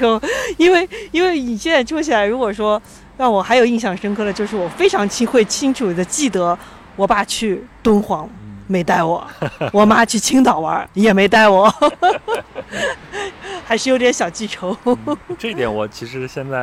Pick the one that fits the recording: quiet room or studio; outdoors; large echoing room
outdoors